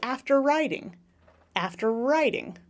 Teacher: So instead of saying after riding, instead of releasing that R and doing another R, I'm going to assimilate the two R's and I'm going to say after riding.